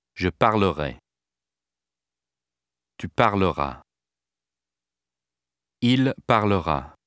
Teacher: the E before the future endings of ER verbs becomes an E muet